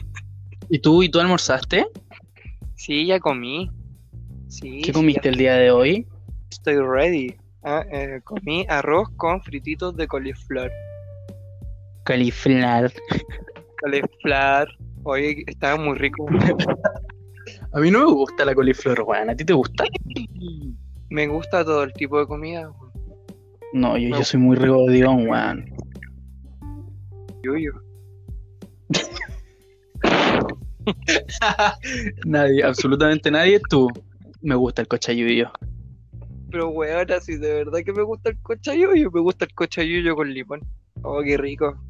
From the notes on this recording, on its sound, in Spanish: Perdón por la mala conexión.